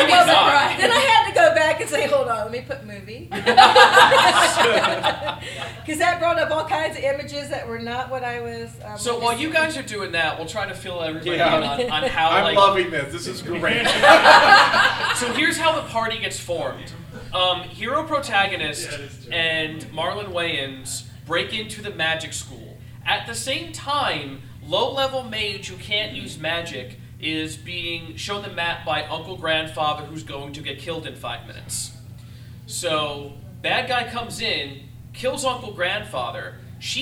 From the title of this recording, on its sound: LIVE at MOBICON 2018